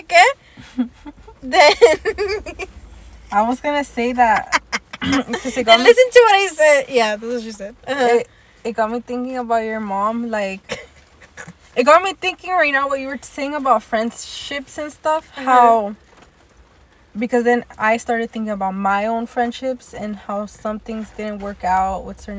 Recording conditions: background noise